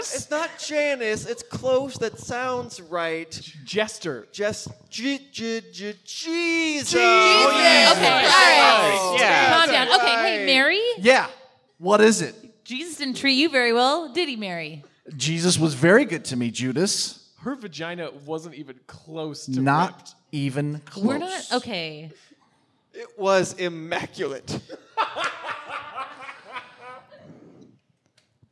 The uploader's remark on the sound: The Potato Bureau is a podcast recorded on stage at The Sacramento Comedy Spot.